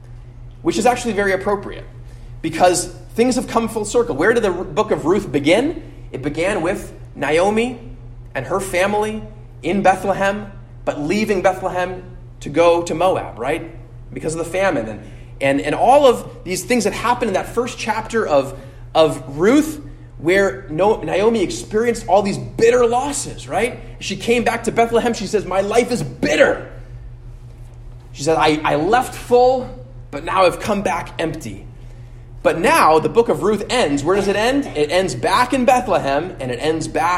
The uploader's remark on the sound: at Immanuel Lutheran Church in Pasadena, CA